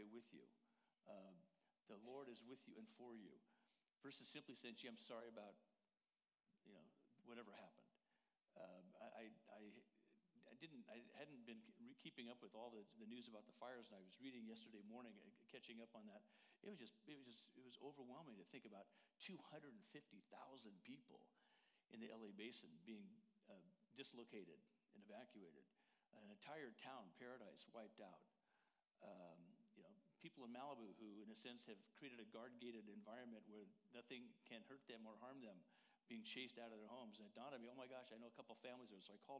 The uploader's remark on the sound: Worship Service - Audio